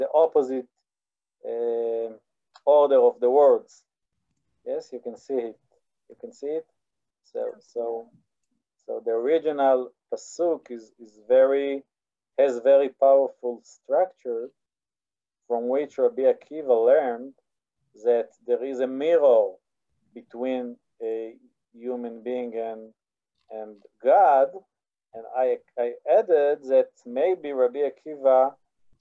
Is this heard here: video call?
yes